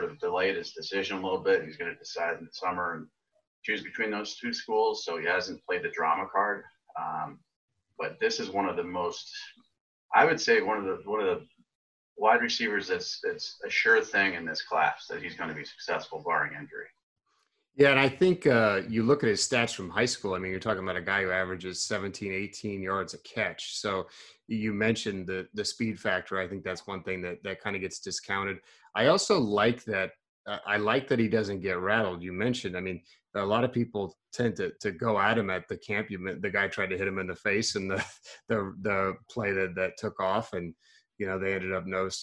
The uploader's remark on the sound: Zoom Audio